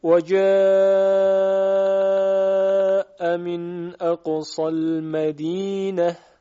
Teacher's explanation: کلمه جاء مد متصل دارد، لذاست که باید به توسط خوانده شود